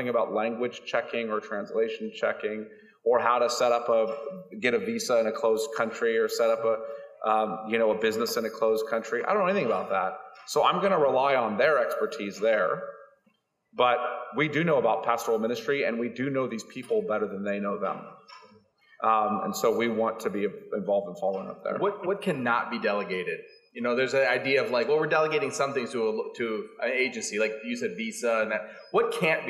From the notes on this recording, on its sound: panel from the 2021 Radius Missiology Conference